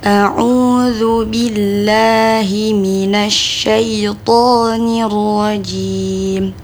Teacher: jadi huruf ain itu makhrajnya ditenggorokan